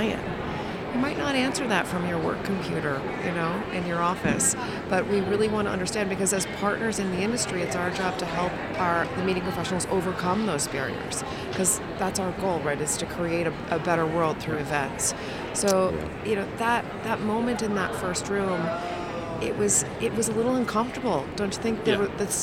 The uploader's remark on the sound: Live from #IMEXAmerica